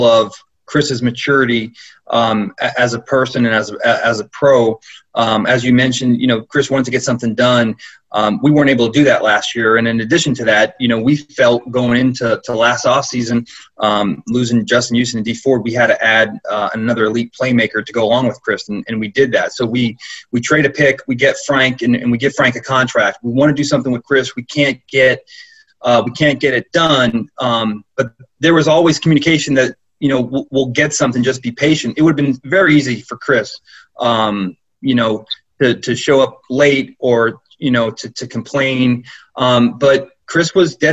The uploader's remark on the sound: Zoom conference call